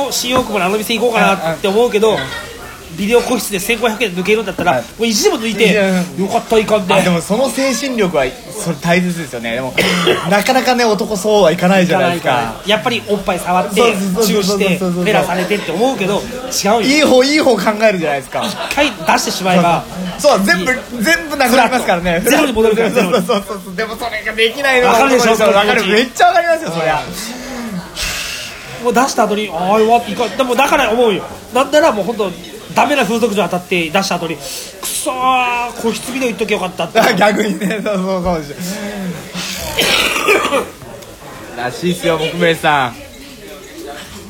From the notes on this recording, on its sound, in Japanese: 居酒屋収録について。今回は居酒屋にて収録！